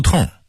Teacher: 很生硬的把胡同的同读成同志的同，其实它应该儿化韵，读痛